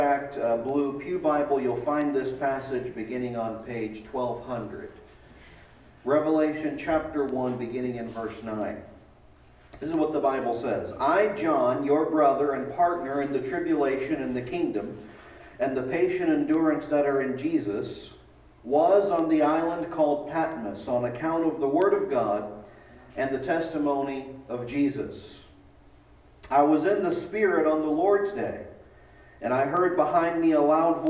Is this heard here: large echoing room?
yes